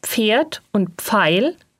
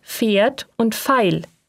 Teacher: Ebenfalls dialektal ist die Aussprache von PF wie F. · Shown in: second take · Als korrekt gilt Pferd und Pfeil und nicht Pferd und Pfeil.